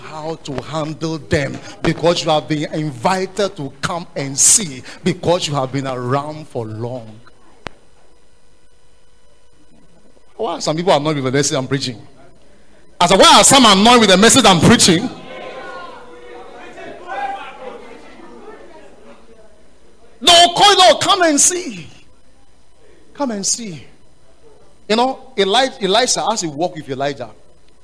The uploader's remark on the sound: Preach at The Art of Evangelism Conference